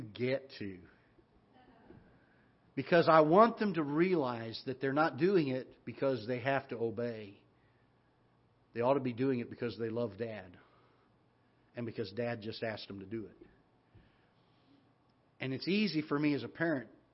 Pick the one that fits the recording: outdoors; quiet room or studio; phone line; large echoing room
large echoing room